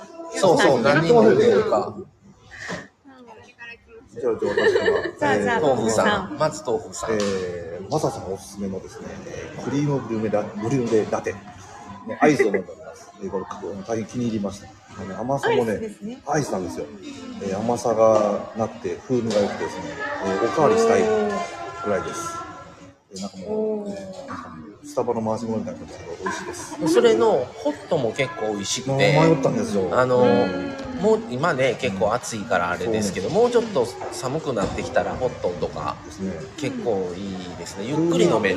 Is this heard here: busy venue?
yes